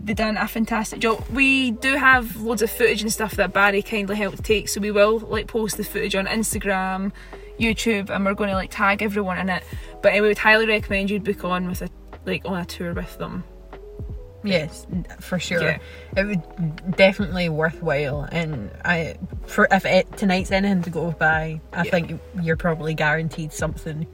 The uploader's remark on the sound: Car straight after the event while sitting in Bonnybridge (UFO hotspot).